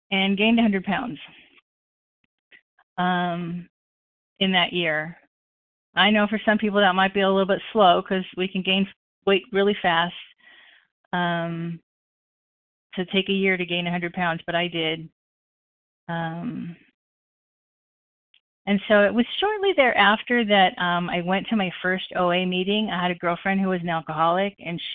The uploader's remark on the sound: the 100 Pounders Phone Meeting